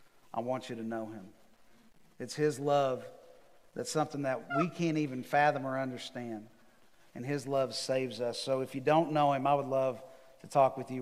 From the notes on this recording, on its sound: Recorded live on December 6, 2020 at The Fellowship at Mt Juliet.